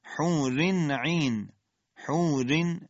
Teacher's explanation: حور ترقیق را و همچنین اظهار تنوین در عین